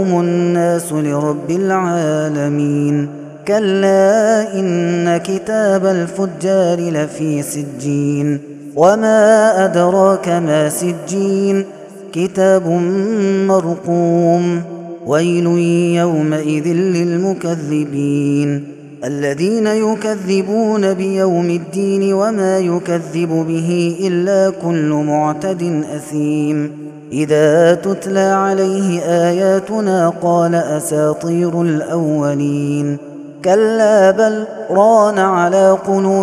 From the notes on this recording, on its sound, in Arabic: هذا التسجيل من صلاة التراويح